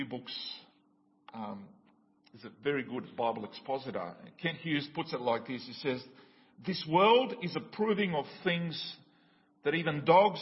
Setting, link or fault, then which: setting, large echoing room